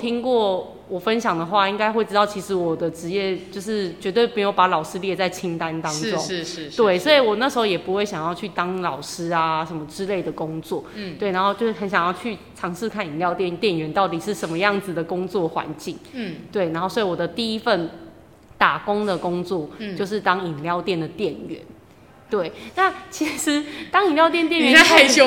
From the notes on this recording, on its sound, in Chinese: 本集聲音有稍微回音效果，。因為經費有限、場地有限，在高山上的教室錄音，。音場問題請見諒～。